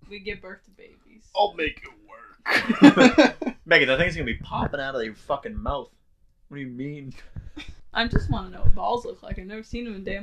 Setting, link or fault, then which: fault, poor microphone